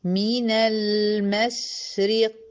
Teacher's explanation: الكلمة كلها مرققة ما عدا القاف، وإتمام كسر الري عشان تيجي معاكي القاف مظبوطة، وتدخلي عليها داخلة صح، ما حدش يقول المشرق ري، لا ري، من المشرق.